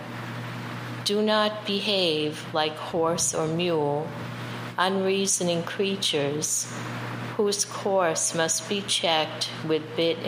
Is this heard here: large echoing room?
yes